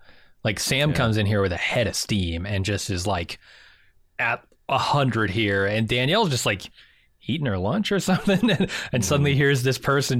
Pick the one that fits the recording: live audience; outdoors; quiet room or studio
quiet room or studio